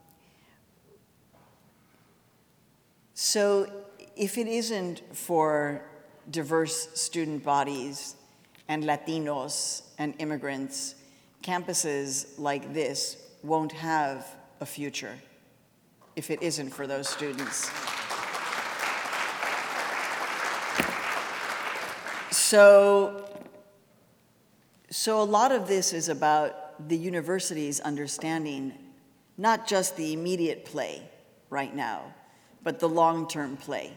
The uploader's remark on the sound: as part of the University of Washington’s Graduate School lecture series Equity & Difference: Rights at Kane Hall on November 1, 2017